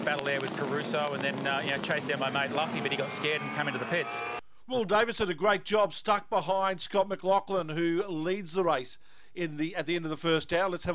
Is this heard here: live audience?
no